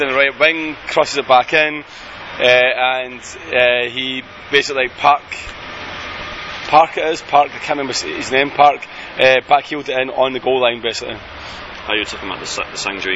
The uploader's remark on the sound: Two Men, One Car Park. The boys meet outside Seoul Station before both head off on travels.